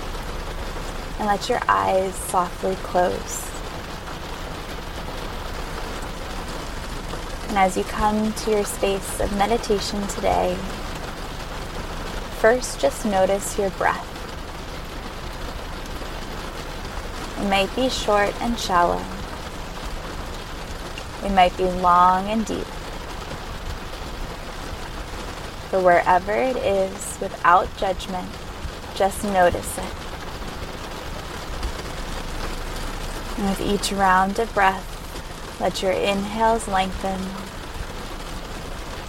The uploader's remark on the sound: recorded in her car during a rainstorm